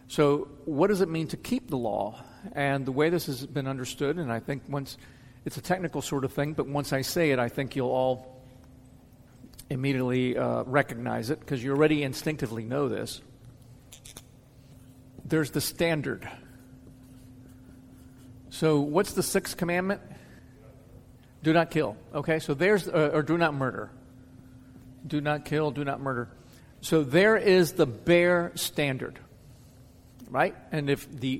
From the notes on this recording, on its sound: answers questions from the audience.